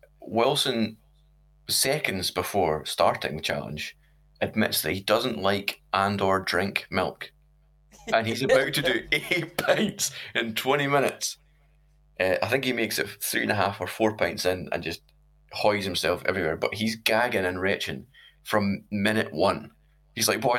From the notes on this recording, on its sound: Sorry for the awful buzz throughout, we're working on a fix for next week.